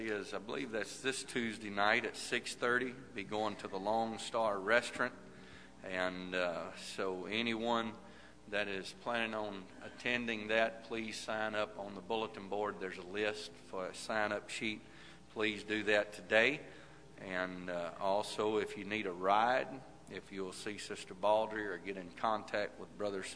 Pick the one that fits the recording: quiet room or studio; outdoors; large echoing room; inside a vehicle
large echoing room